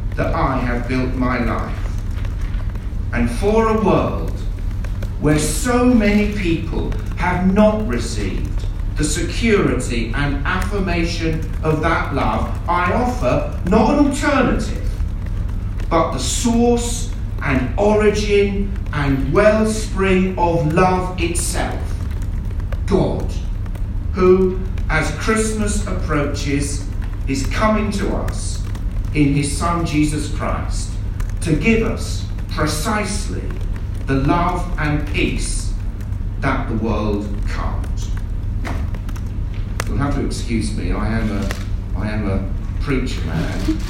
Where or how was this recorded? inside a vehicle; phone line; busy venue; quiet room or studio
busy venue